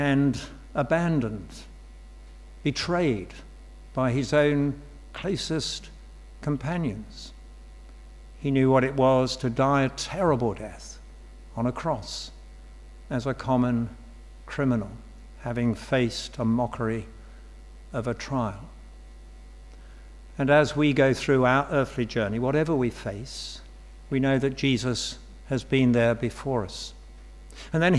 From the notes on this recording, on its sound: Sermon from St David's Moreton-in-Marsh, Evening Service - Confirmation & Baptism